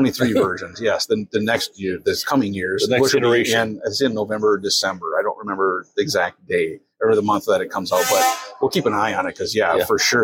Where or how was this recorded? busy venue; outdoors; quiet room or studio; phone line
busy venue